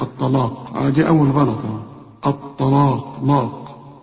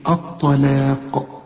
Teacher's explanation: الطاء هنا مفخمة واللام والمد بتاعها مرقق والقاف مفخمة · Shown in: second take